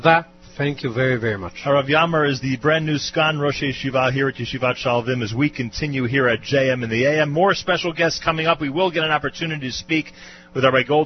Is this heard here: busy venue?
yes